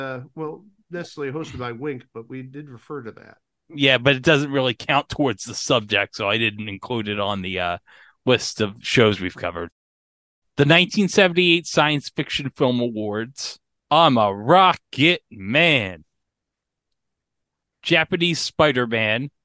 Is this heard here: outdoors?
no